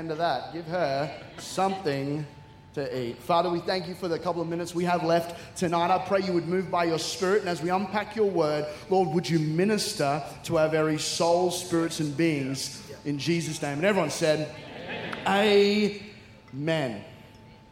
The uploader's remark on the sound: C3 Powerhouse. Recorded during our 5pm service on Sunday, the 14th of January 2024.